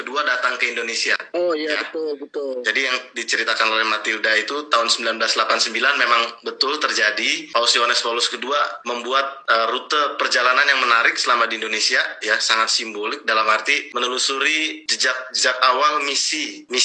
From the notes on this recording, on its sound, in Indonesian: Adaptasi dari obrolan di Live Instagram Mei 2020